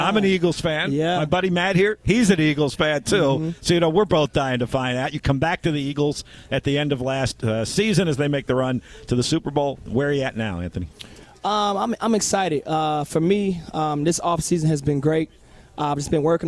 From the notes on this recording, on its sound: live at his Work Hard, Play Hard" Football Camp at LC Bird